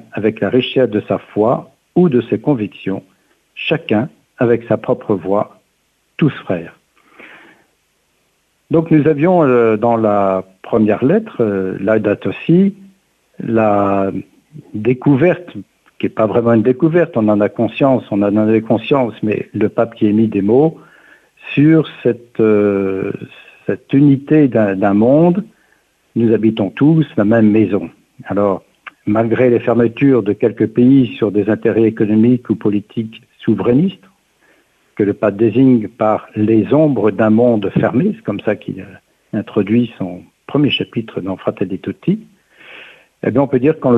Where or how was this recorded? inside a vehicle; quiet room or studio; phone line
phone line